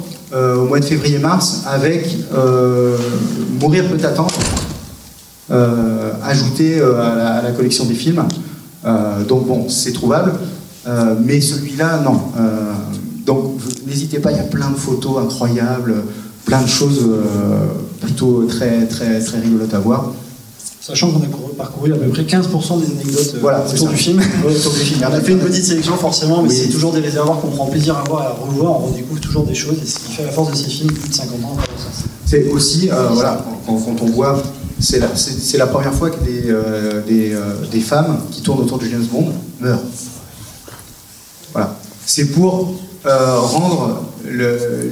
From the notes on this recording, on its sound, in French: pendant la séance spéciale enregistrée au mois de Janvier à L'Alliage Olivet : retrouvez-les en échange avec le public